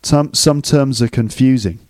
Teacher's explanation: the S at the end of terms links up with the reduced form of are